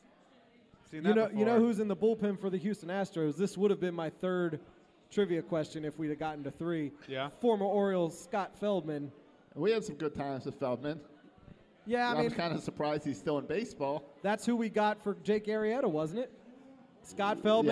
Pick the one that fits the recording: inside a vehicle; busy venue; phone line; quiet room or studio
busy venue